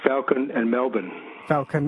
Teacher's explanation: the A in Falcon and the E in Melbourne are pronounced exactly the same way